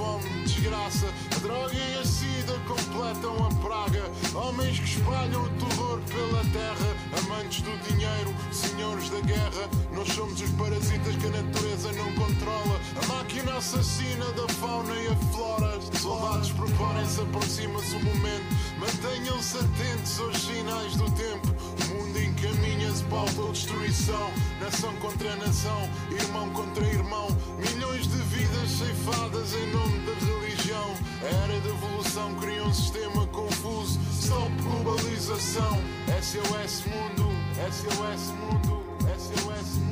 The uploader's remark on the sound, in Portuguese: Chasing Rabbits Record Store. Desta vez já ao vivo na nossa segunda casa, a Chasing Rabbits.